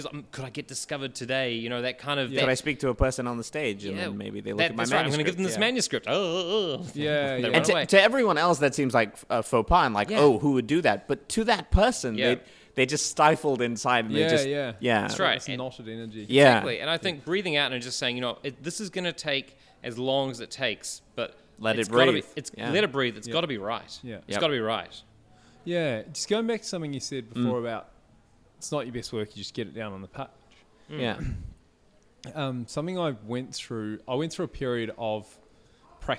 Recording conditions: busy venue